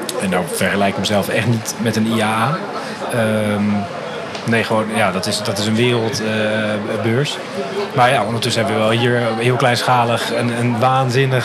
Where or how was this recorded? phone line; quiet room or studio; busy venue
busy venue